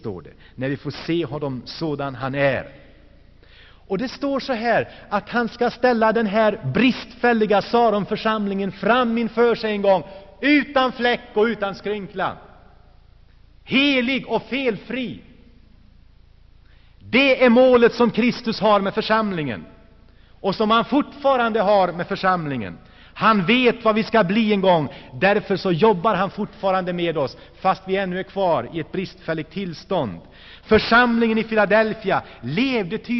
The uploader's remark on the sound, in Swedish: Inspelad i Saronkyrkan, Göteborg 1984-12-16.